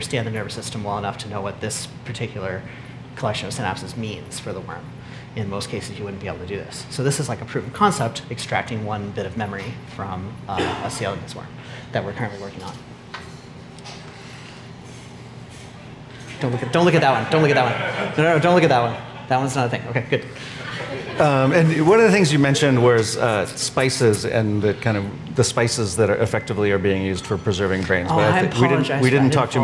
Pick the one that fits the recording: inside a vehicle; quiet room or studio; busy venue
busy venue